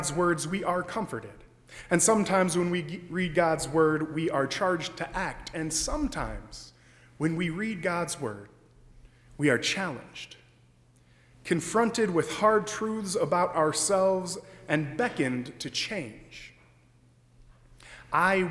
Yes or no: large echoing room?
yes